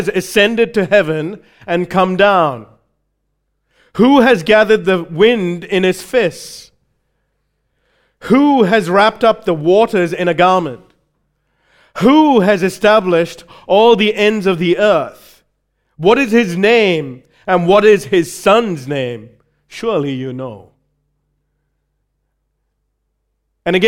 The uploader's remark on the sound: recorded live at Grace Community Bible Church